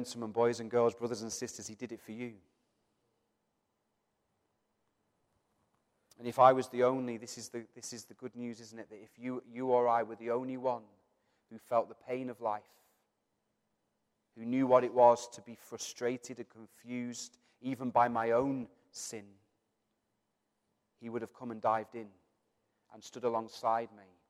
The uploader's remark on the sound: Recorded from our Sunday morning service. Metro Christian Centre.